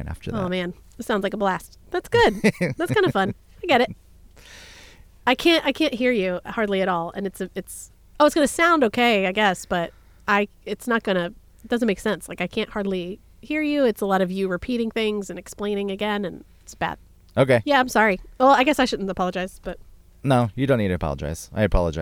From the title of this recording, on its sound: Recording Inside A Snowed In Car In Rural Maine